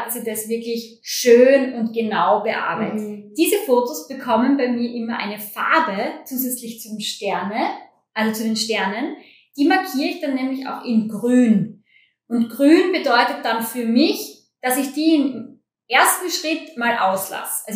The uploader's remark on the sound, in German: Bei dieser Folge handelt es sich um unsere erste Aufnahme überhaupt. Damals hatten wir noch kein so "ausgereiftes" Audio-Setting.